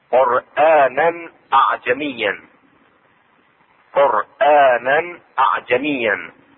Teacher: المقصود هنا قرآنا، إظهار التنوين عند الهمزة